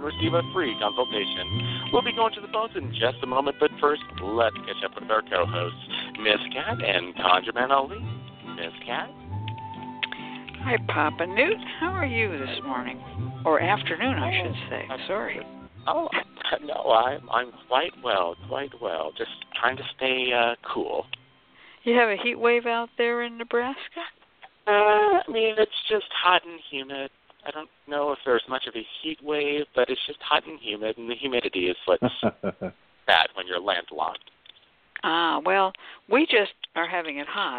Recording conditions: phone line